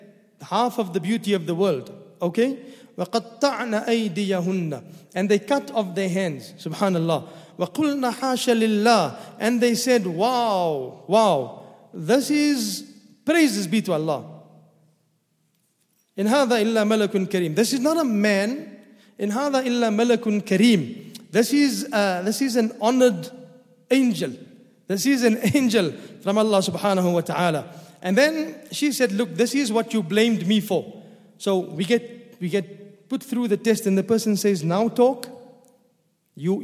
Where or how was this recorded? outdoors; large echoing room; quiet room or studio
large echoing room